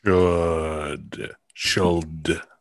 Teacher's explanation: I don't hear an L in the word should.